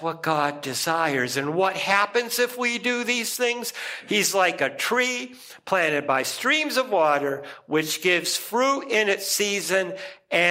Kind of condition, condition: setting, large echoing room